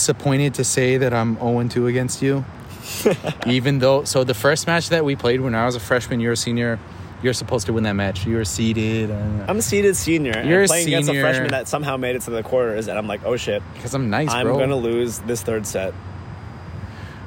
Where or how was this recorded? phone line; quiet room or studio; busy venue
busy venue